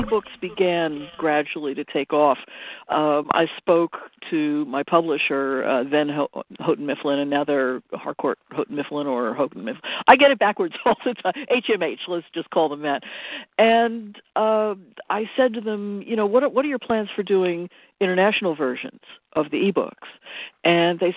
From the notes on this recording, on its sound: Live interview. Will phone.